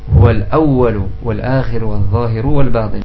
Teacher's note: Dalam kalimat al-awwal jelas dibaca lam sukunnya.